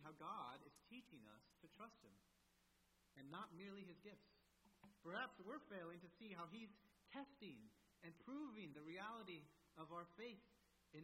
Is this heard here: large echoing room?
yes